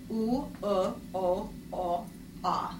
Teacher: My lip vowels are U, U, O, O, A. Yeah, so I gradually got less rounded.